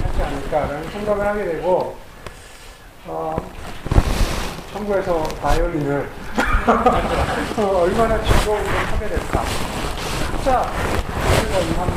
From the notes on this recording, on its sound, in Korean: 마이크 문제로 인해 음질이 좋지 않습니다.